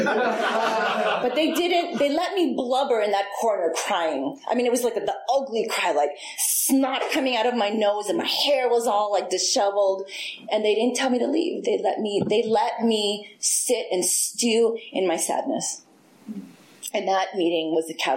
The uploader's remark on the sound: This was recorded in 2021 at the North Oakland AA Open speaker meeting. This event is live and on Zoom.